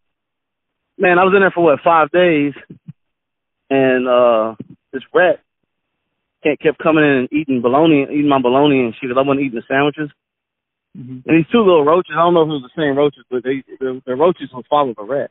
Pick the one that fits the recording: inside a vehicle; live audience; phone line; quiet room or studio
phone line